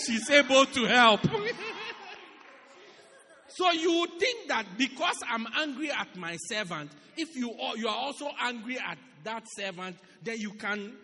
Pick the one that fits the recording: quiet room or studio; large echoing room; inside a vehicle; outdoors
large echoing room